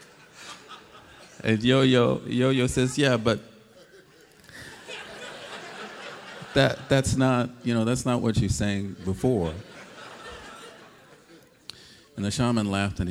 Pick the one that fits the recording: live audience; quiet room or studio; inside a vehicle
live audience